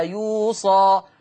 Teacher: حفص هيقرأ بصاد مفتوحة وألف مادية بعدها